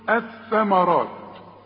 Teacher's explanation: اتحولت اللام الى ايه؟ الى ثاء، دخلت جوه ادغمت.